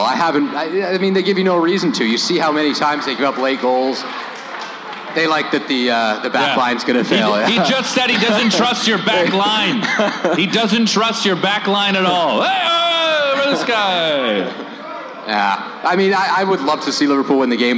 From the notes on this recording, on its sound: Champions League Final Event. From Footy Talks Live Champions League event.